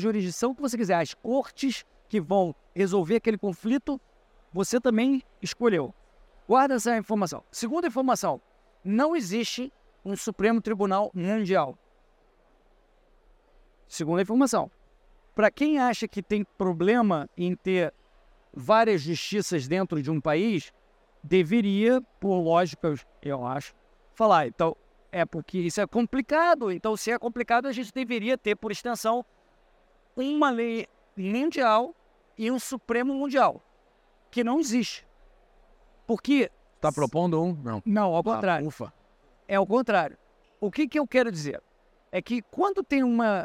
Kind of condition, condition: setting, busy venue